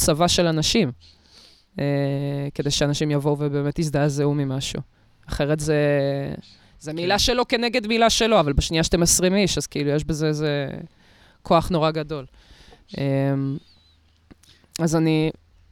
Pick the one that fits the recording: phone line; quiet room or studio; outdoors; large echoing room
outdoors